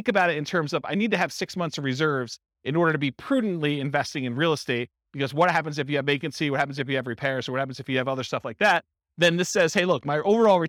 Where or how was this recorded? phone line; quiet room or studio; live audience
live audience